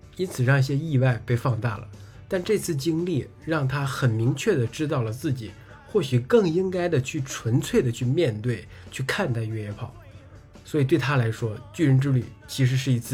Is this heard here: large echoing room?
no